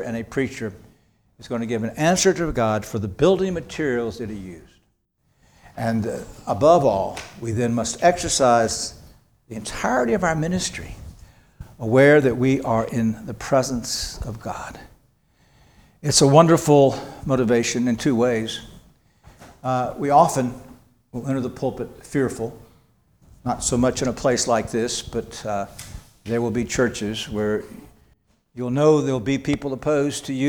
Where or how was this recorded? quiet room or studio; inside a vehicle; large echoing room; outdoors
large echoing room